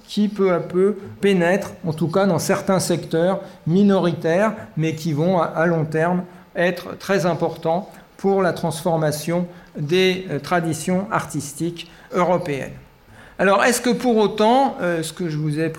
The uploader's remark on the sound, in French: A l'invitation du musée d'Orsay. Enregistrement de la conférence.